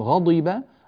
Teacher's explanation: الضاد المكسورة يؤتى بها بوضوح ويظهر ويعتنى بتفخيمها بحيث لا يتحول صوت الضاد إلى صوت دال